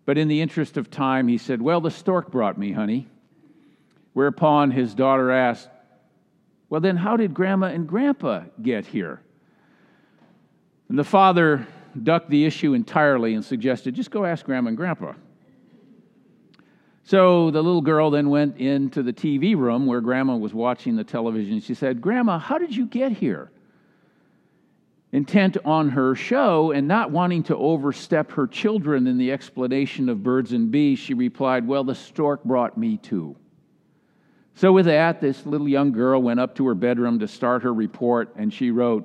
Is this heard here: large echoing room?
yes